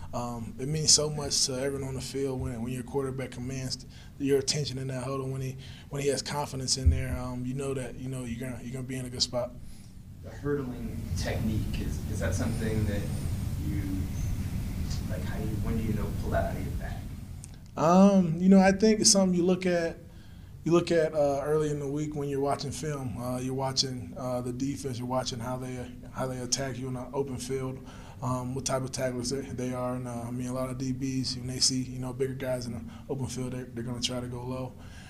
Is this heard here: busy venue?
yes